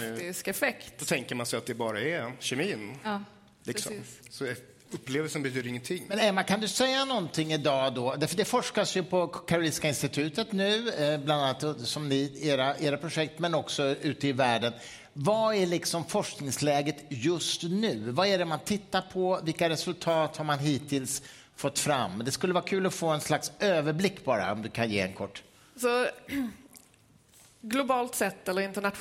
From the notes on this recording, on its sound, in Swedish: Livepodd från Cirkus 13 april. Idag släpper vi vår live-podd från Cirkus om psykedeliska.